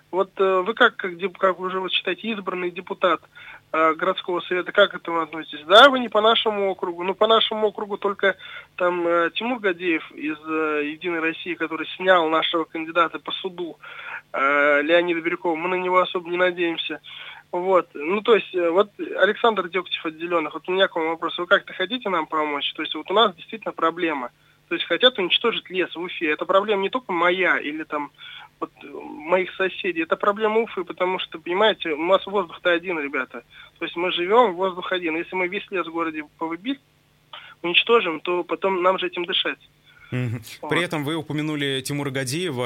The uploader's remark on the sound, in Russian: По телефону